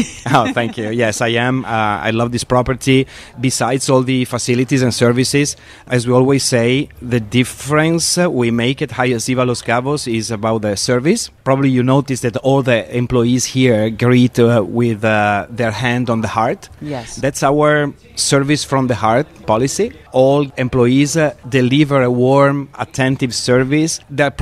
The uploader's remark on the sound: Live from the Hyatt Ziva Los Cabos